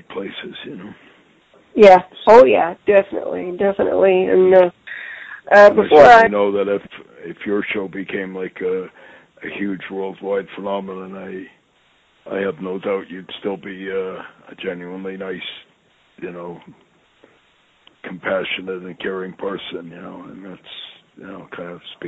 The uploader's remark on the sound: I sit down on the phone with my friend